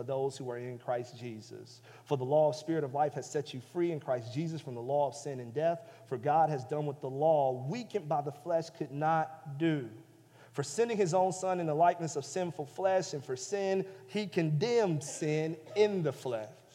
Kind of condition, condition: setting, large echoing room